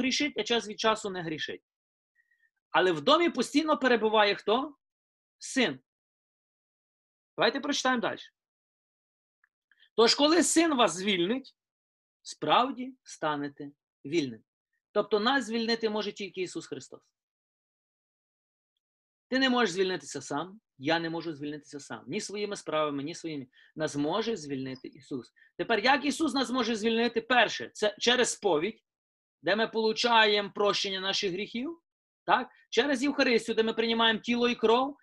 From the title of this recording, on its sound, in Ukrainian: Zoom зустріч